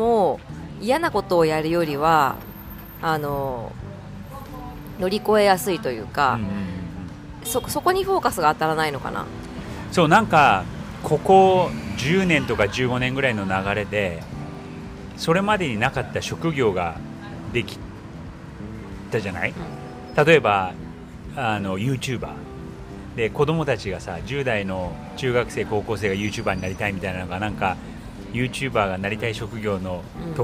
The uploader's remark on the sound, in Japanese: 夫とバルセロナのカフェより（後の雑音すみません）。